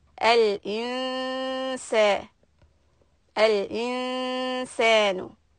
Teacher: Falyanzuril insanu. But here the noon is soft because sin is soft, so you need to keep the tongue flat